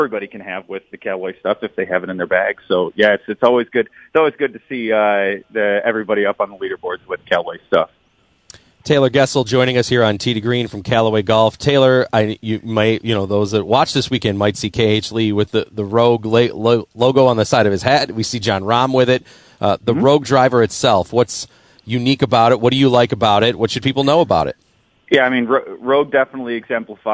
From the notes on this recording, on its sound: Tee 2 Green is live from Lancaster Country Club